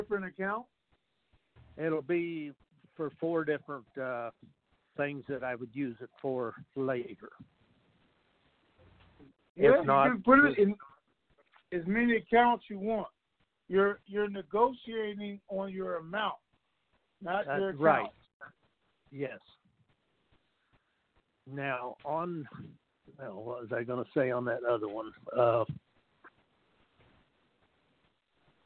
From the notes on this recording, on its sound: TNTSuperfantastic Conference Call